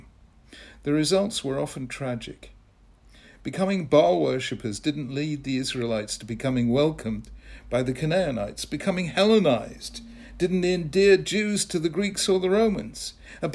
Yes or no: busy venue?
no